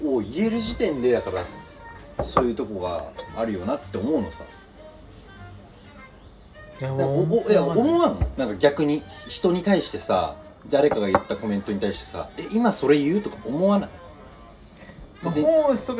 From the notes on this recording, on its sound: Recorded at a wine bar.